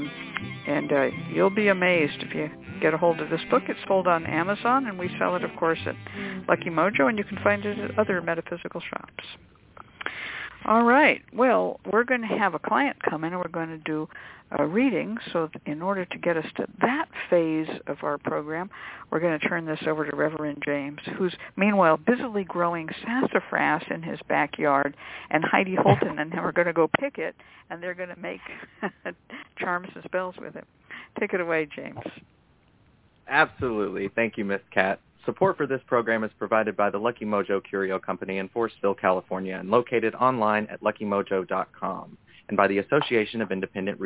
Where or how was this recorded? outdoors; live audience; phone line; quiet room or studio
phone line